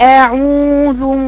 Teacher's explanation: لان ما فتحتش جوفها، وما فتحتش للضم، ما فتحتش ما جابتش للضم اتساع من قدام، مش شايفها اعو، ما طلعتش المد عميق، فاستقربت مناخيرها، عشان كده بتطلع المد مخنخن · Term: الخنخنة